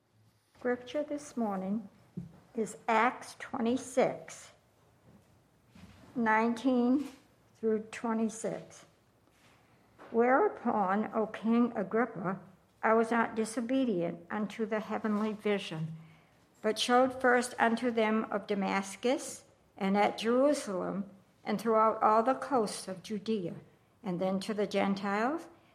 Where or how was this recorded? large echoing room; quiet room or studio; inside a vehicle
large echoing room